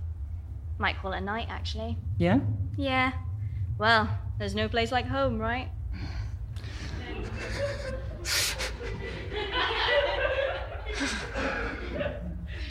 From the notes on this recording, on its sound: Performed live at the Scottish Youth Theatre in January 2019. It was a mess.